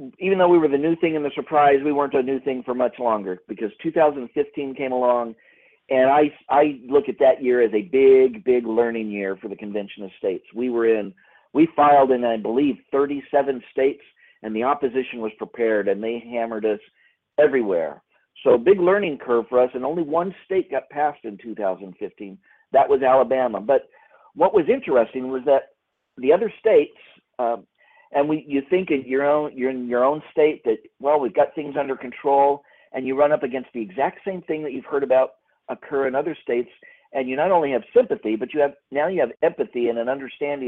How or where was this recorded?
phone line